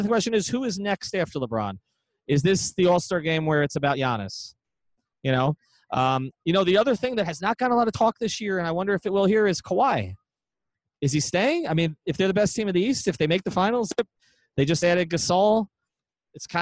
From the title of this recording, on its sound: Live From All-Star Weekend